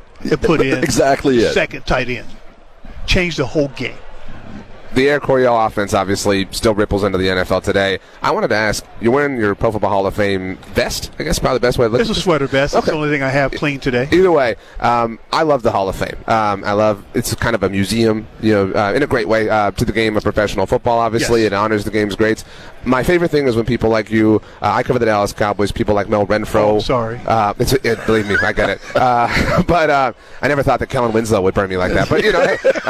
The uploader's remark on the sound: while on Radio Row at the Super Bowl in Las Vegas